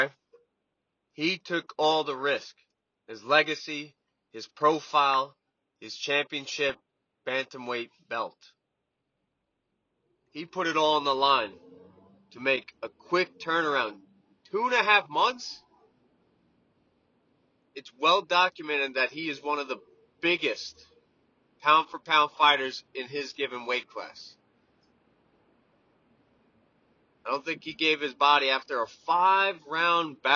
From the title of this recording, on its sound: from the car